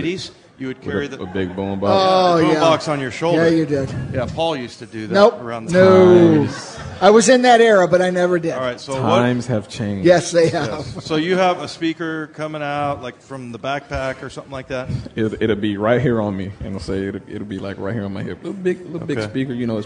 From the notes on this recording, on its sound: live at Pearl Bar and Dining